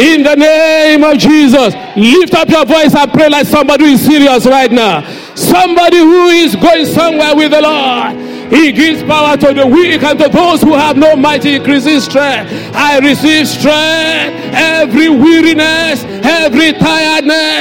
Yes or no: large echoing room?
yes